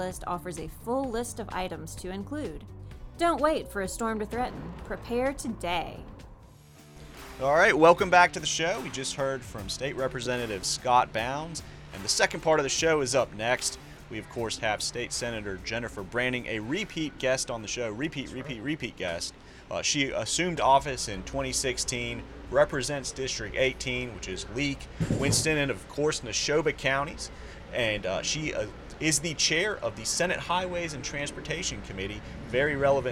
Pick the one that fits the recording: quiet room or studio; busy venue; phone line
busy venue